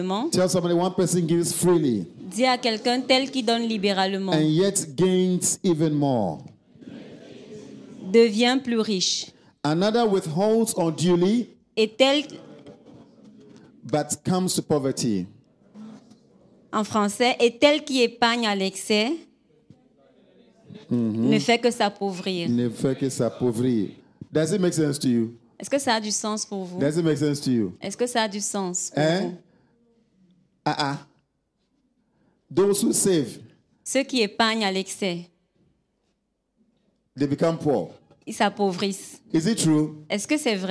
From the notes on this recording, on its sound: Preached during Joyful Hour Sunday Service